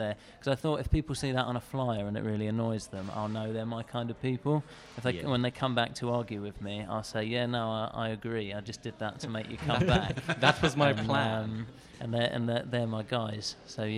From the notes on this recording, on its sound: This was our amazing Leicester comedy festival themed outside broadcast live from the LCB Depot.